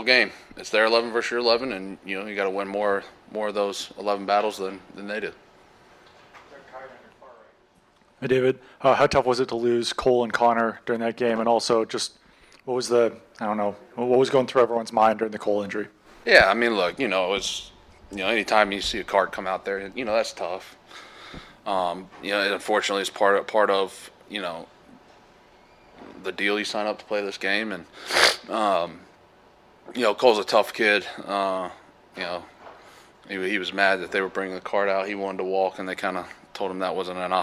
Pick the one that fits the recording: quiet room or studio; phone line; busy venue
busy venue